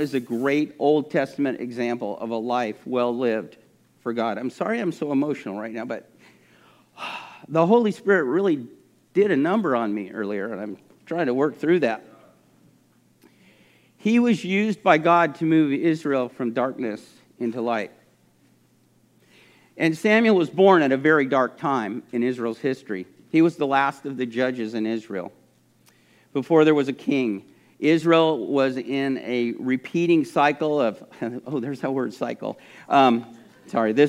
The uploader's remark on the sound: This message was recorded at a Sunday service on February 20, 2022